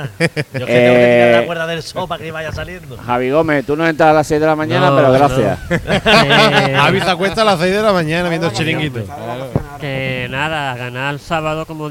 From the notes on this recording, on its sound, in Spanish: emitido en directo desde Grillaera de Plaza Andalucía